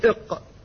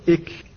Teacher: المخرج الأول من مخارج اللسان هو أقصى اللسان، أي أصل اللسان، منبت اللسان، وهذا مكان فيه مخرجان، مخرج القاف ومخرج الكاف، فالقاف إلى جهة الحركة الأعلى والكاف إلى أسفل، فتقول إق وتقول إك.